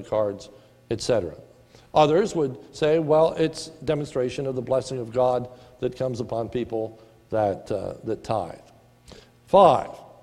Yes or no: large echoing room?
yes